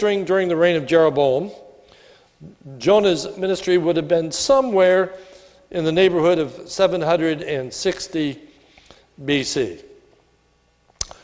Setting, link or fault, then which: setting, large echoing room